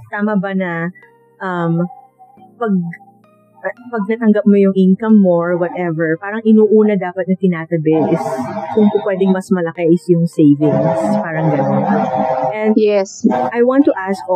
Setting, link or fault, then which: fault, background noise